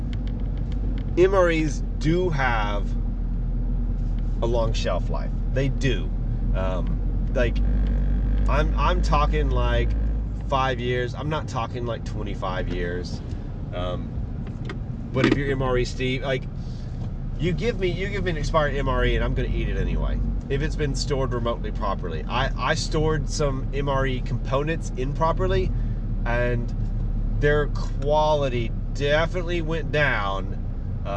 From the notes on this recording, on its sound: Doing the show in the car I’m having to break it into 2 parts.